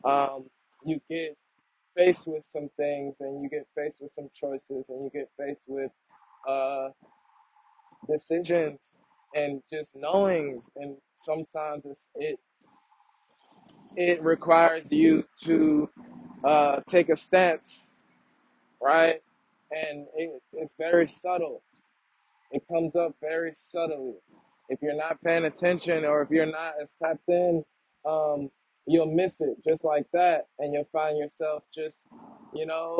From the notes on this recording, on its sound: Audio is shakey… still working on that.